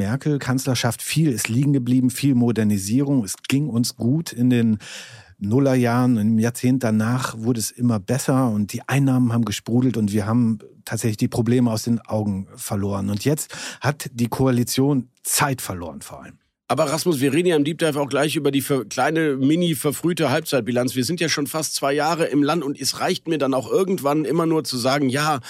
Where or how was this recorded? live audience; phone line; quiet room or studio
quiet room or studio